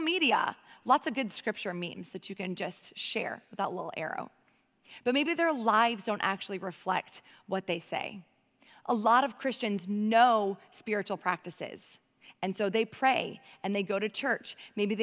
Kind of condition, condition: setting, large echoing room